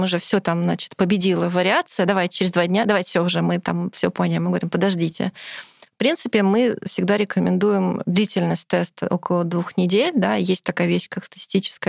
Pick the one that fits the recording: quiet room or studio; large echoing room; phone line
quiet room or studio